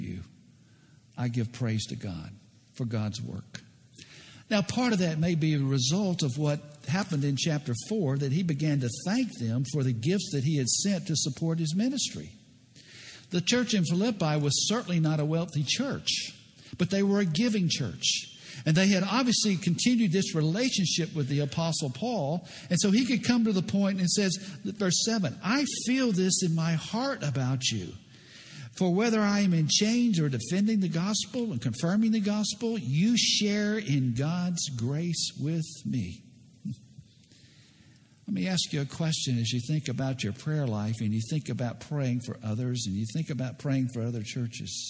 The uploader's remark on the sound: preached at Lake Oconee Presbyterian Church.